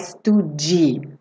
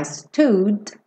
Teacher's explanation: não tem vogal nesse D, é um D percussivo, digamos assim. · Shown in: second take